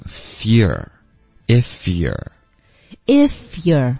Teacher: 前面呢 if 跟 year 要连读，所以我们会发成 fear, if year, if year,对，从 f 的这个音直接滑到 year, if year, if year,对，后面